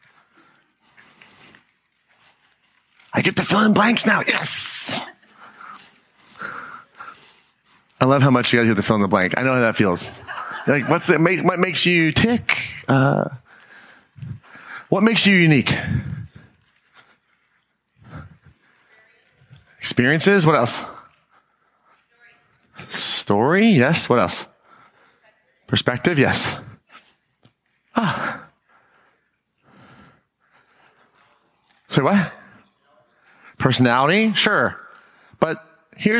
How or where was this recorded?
live audience